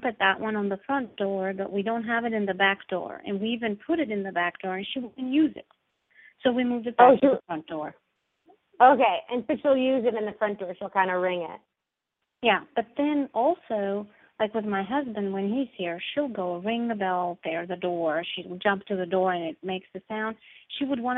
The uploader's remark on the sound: Open up the lines for listeners to call.